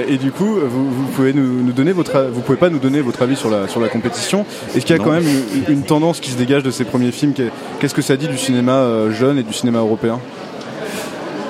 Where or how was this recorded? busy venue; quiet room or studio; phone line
busy venue